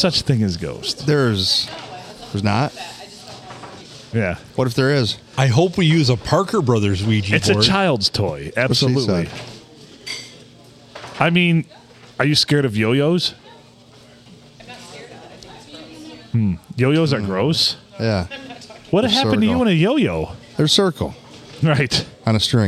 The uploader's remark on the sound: Recorded on a Sunday night with a full crew at a busy bar, thanks to the Blue for having us!